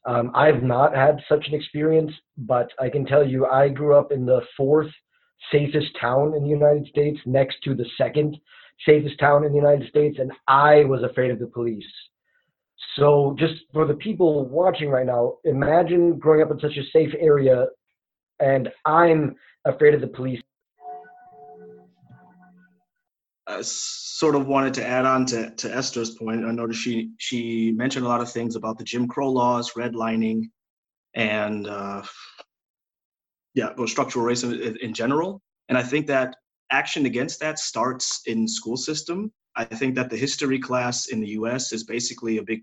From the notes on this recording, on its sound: The Carl Schurz Haus in Freiburg hosted an online panel discussion with five Americans living in Germany. The audio version of the panel is being re-broadcast here on The Expat Cast.